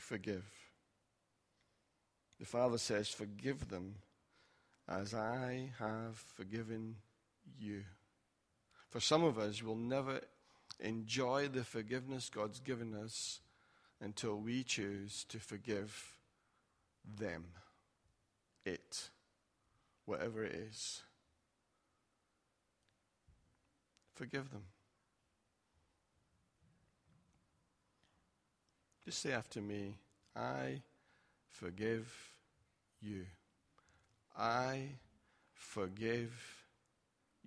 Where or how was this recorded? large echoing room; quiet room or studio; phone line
large echoing room